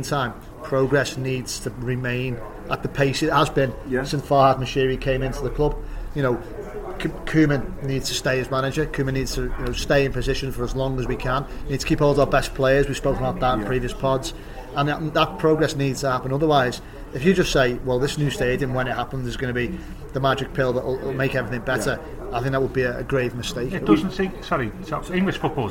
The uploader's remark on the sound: From the Bramley Moore pub, opposite the North Docks site where the stadium will be built.